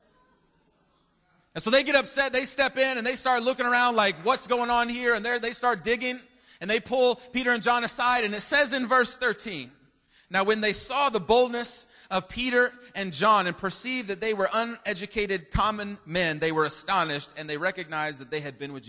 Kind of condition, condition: setting, large echoing room